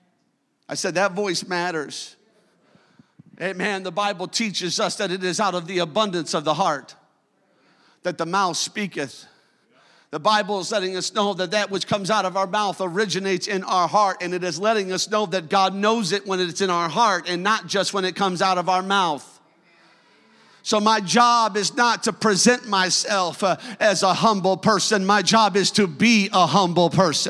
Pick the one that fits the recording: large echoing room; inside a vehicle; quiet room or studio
large echoing room